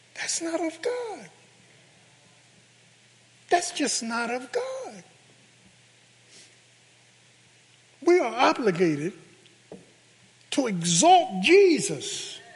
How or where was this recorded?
large echoing room